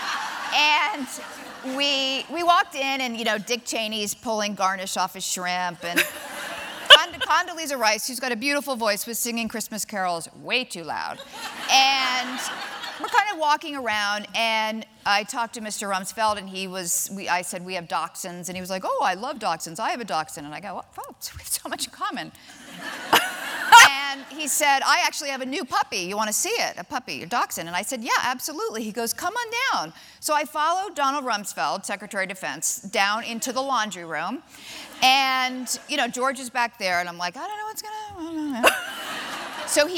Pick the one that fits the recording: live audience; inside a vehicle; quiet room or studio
live audience